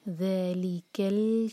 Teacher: ذ 2 حرکہ کھینچیں گے اور لائٹ رکھیں گے. ذلیکل کتابو، لام پر قلقلہ نہ ہو.